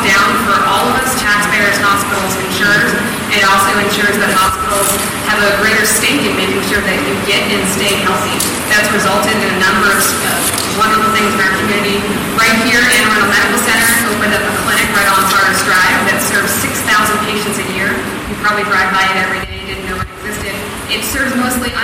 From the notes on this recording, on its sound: At the end, we tacked on some horrible audio from the LWV Candidate Forum last night for State Senate District 30. Audio quality is poor--you have been warned!